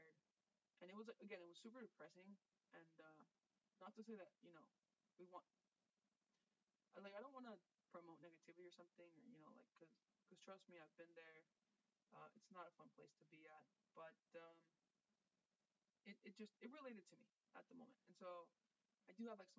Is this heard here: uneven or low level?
yes